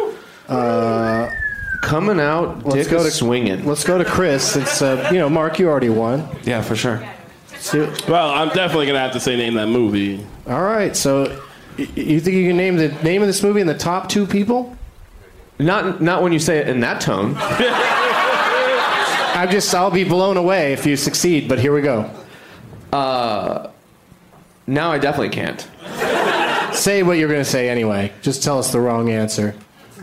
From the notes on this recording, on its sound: Live from Madison's Comedy Club on State